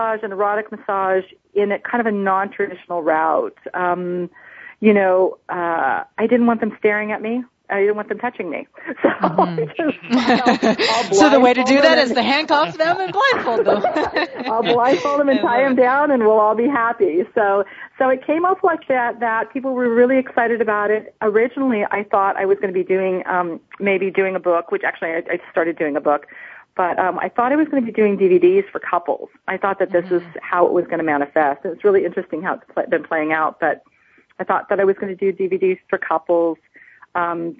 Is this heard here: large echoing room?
no